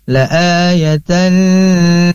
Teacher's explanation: Ini adalah idgham. Idgham di sini bukan idgham bigunah, tapi idgham bila guna, maka tidak ditahan.